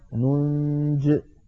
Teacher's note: لو وقفنا عليها نقف بحذف الياء كما رسمت لأنها كتبت كذلك على نية الوصل، ننجي المؤمنين.